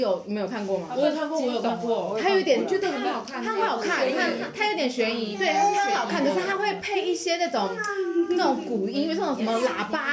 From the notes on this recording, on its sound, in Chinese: 立刻拿起手機就錄音了請忽略背景她的兒子不斷發出的笑聲。